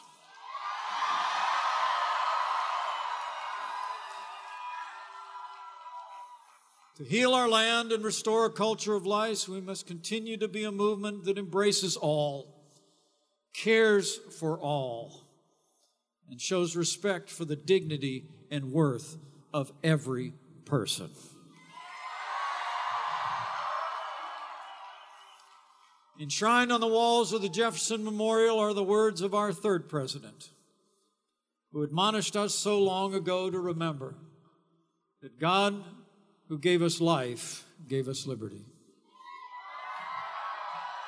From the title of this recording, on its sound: Speaks at the 44th March For Life